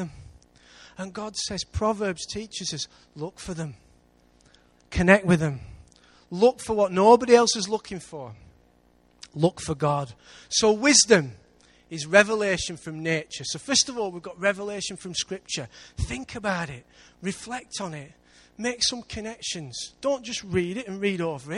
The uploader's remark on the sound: Recorded live at Life Church Lancashire on Sunday 7th September 2014.